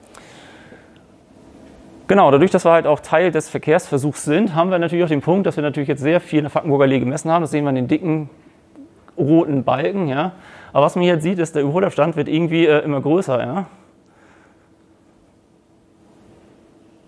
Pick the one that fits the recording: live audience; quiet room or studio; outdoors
live audience